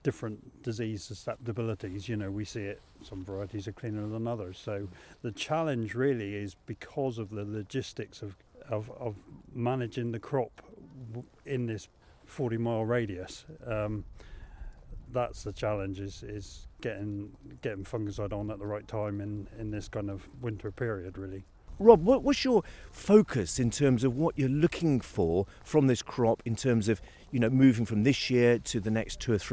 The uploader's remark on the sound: Live on Farm: Walking Fields of Gold in Cornwall.